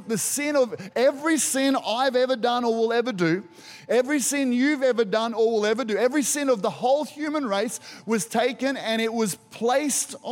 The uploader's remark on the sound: Recorded during our Good Friday service